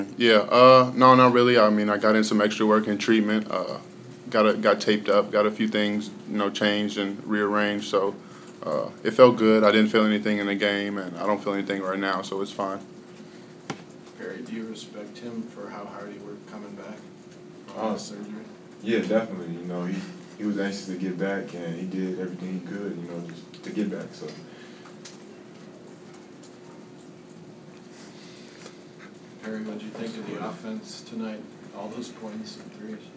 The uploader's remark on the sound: Press Conferences & Post-Game Interviews